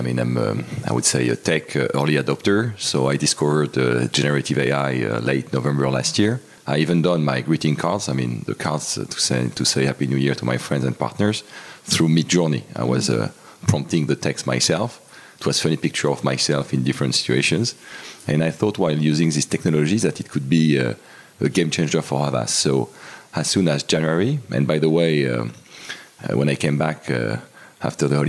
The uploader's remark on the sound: Campaign Chemistry live from Cannes.